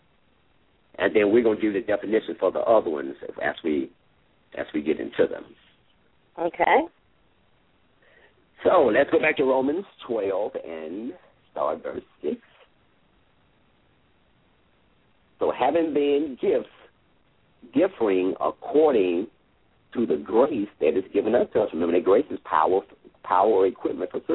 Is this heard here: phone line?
yes